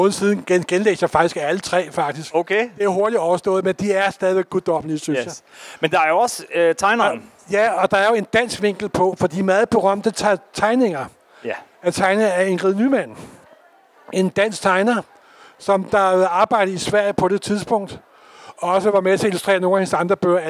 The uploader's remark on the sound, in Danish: Live fra Copenhagen Comics 2023